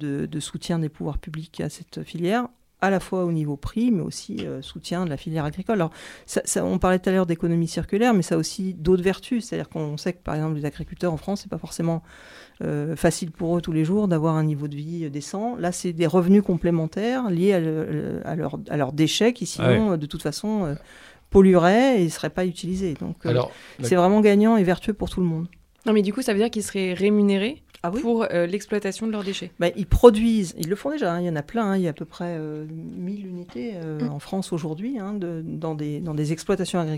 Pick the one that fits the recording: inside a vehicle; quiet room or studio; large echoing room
quiet room or studio